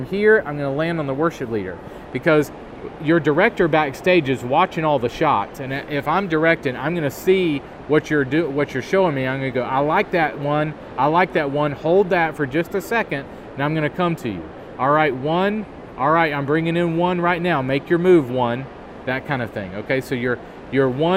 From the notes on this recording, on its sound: we are recording the show in Nashville, TN at the National Religious Broadcasters Convention